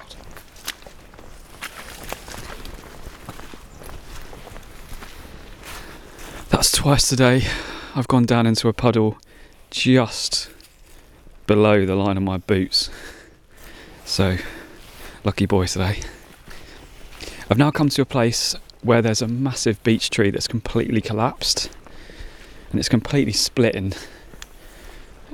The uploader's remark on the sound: In this shorter episode I recorded a circular walk from home, checking up on an old beech tree in an area of woodland known as the Sussex Weald. This is the first outdoor pod for Unlocking Landscapes, with lots of natural soundscapes to enjoy: mud, ice, streams, bog and birdsong. In the West Sussex High Weald.